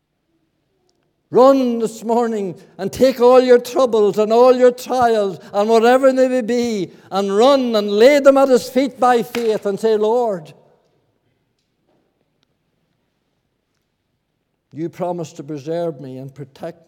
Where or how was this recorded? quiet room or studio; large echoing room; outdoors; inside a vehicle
large echoing room